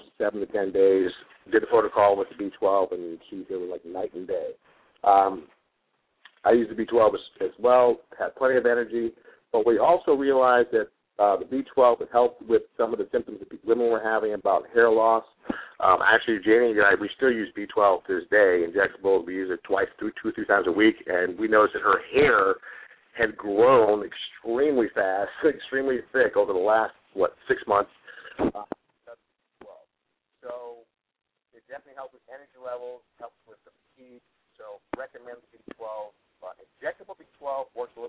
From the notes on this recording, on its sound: have a live Q and A call